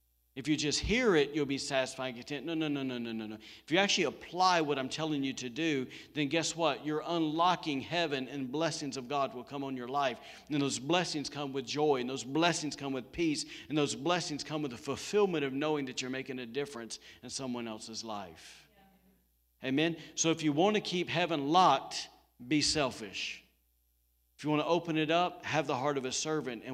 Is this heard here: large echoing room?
yes